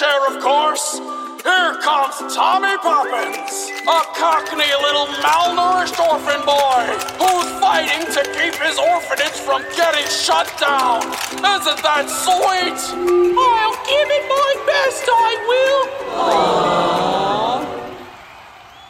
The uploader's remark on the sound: Live from the 8-Way Superslam.